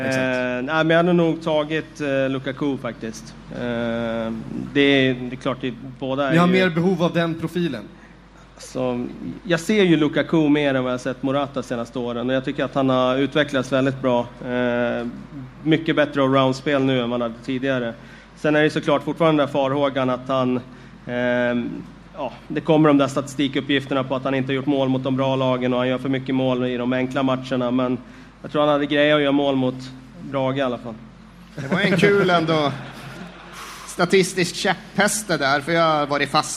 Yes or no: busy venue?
yes